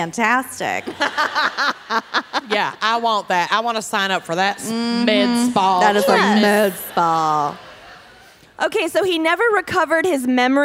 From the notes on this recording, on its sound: Dallas LIVE! Live from Dallas.